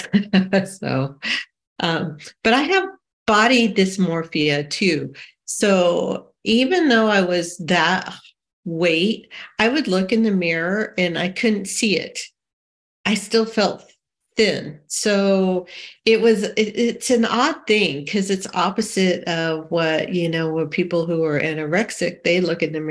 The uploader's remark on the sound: Saturday Online Meeting. This recording is from an Overeater Anonymous H.O.W.